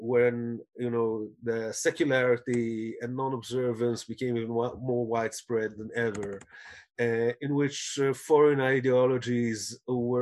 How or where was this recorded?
video call